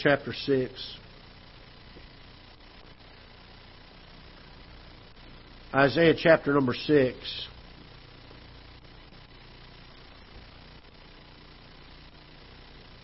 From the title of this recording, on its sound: Ketha Heights Baptist Church ~ Live Broadcast